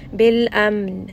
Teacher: make sure that you say first the ميم، rest on this for a moment, then say the نون and rest on that for a moment · Term: توسط